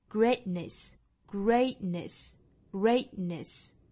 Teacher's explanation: 这里面是顿这么一下，但是不真正的把这个 t 爆破出来，也就是这里其实是一个不完全爆破。Greatness 摆出这个 t 的口型，也就是舌尖在上齿龈的位置去抵一下，然后再去发后面的 ness 的发音。Greatness 顿这么一下，greatness, greatness,greatness，后面的这个 ness, n e ss，可以把它发成一个。这个元音是 i 的 ness，也可以选择发里面是一个 schwa